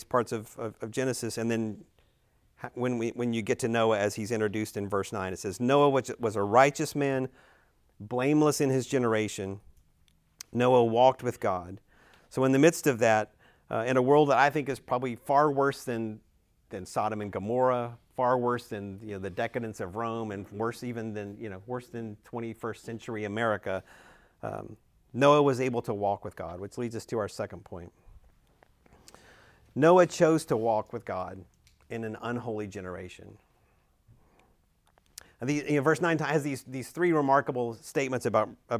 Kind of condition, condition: setting, large echoing room